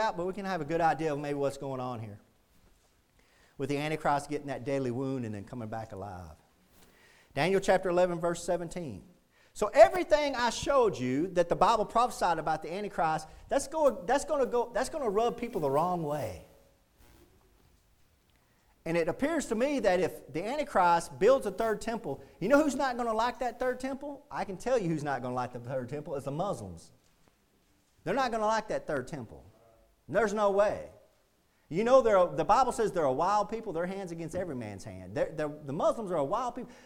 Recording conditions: large echoing room